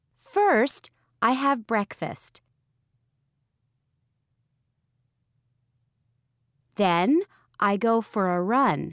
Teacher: Notice how we stress the sequence markers in these sentences.